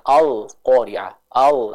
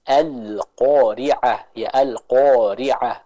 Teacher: Contohnya al-qari'ah, al, nah ini kurang tepat. Yang tepat kita membaca alif dan lamnya di sana dengan tipis · Shown in: second take